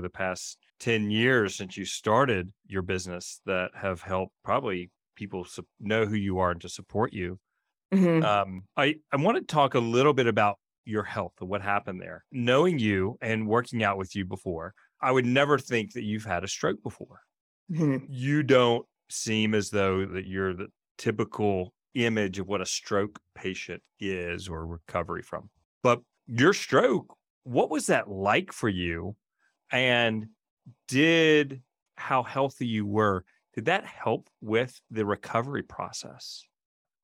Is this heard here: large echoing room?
no